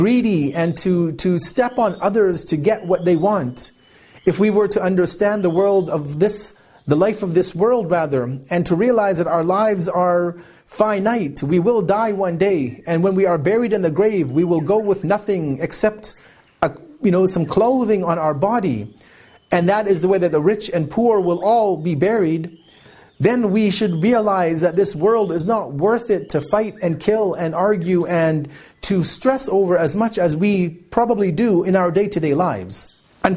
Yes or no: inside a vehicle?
no